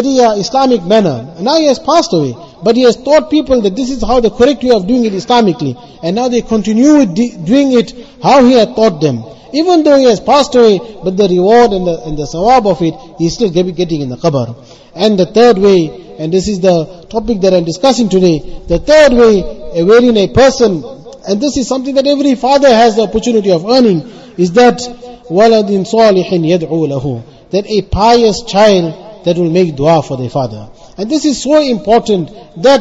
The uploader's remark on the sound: Jumuah lecture at Avondale Musalla 20 Jan 2023